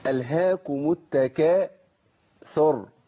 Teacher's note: الراء عندي في التكاثر مفخمة، ليه؟ لأن قبلها مضموم. ألهاكم التكاثر، أنا ماليش دعوة بحركة الراء.